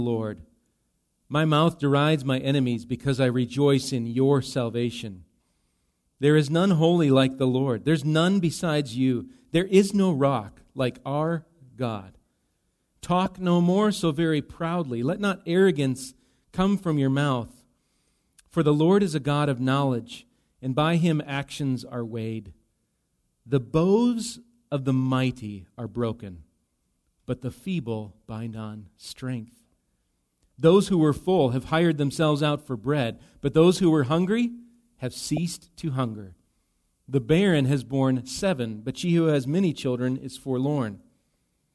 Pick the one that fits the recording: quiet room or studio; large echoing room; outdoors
large echoing room